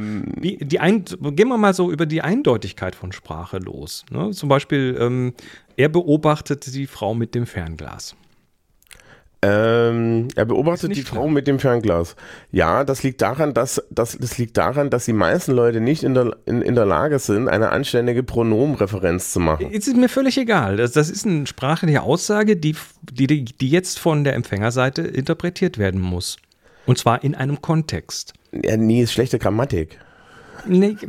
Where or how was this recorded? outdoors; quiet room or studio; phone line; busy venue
quiet room or studio